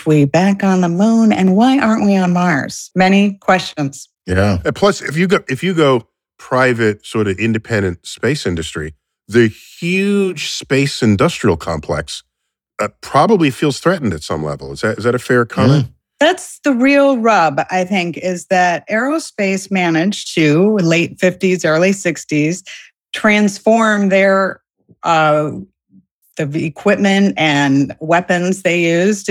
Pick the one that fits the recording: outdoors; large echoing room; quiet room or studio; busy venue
quiet room or studio